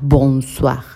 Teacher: la R final que casi no suena